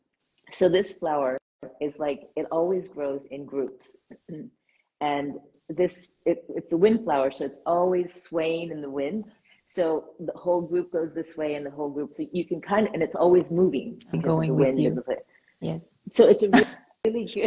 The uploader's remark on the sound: was recorded live on Instagram.